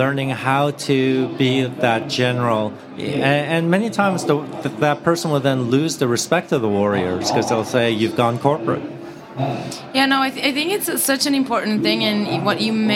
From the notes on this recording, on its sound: recording live at the Podcast Studio at SaaStock18